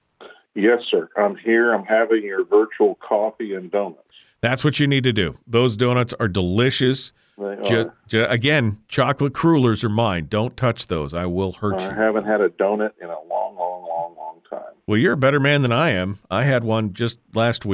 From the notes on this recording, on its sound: Then we'll open up the phone lines. Feel free to call in and sound off on any topic that strikes your fancy.